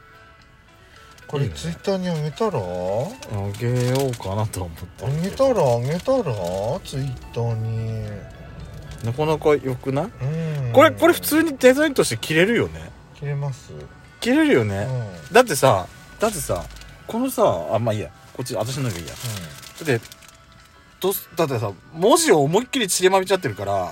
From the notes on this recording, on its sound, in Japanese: パーキング収録